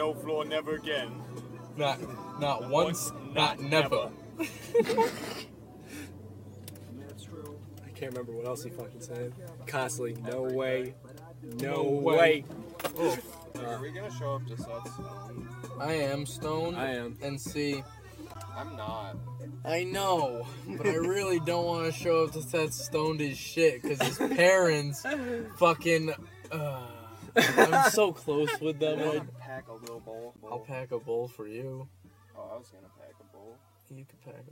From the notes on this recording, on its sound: It's dangerous to a microphone in this car.